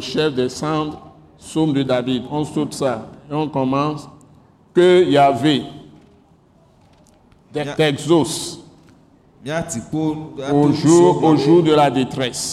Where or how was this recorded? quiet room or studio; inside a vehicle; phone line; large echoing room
large echoing room